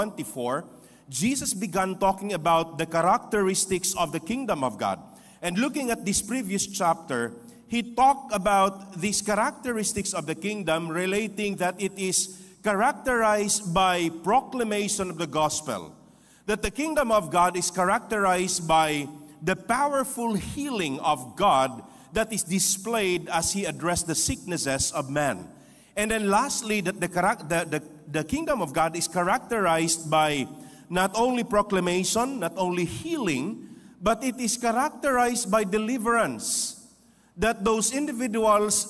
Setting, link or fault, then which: setting, large echoing room